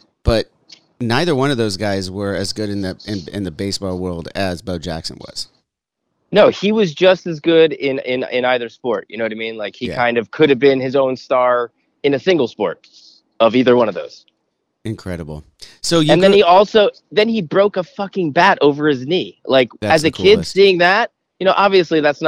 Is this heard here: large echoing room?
no